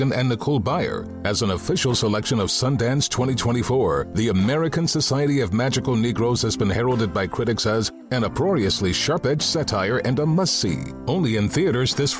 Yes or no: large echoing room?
no